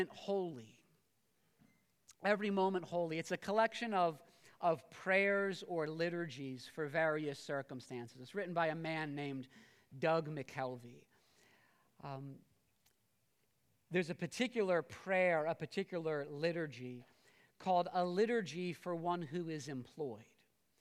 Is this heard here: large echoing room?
yes